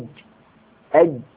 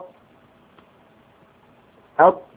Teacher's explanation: عندما أقول أط النفس ينحبس · Term: الجهر